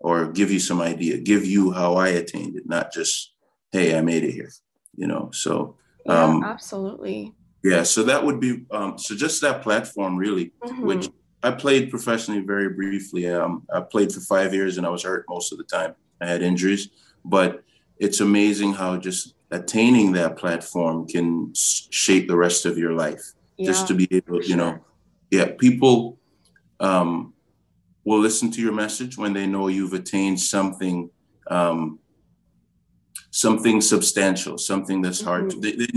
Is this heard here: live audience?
no